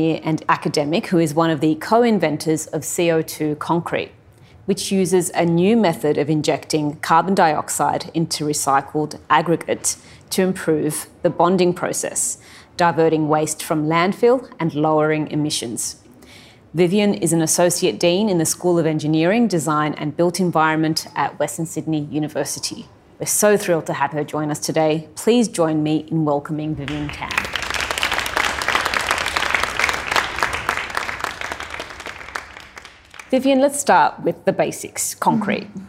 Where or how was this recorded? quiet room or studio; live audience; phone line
live audience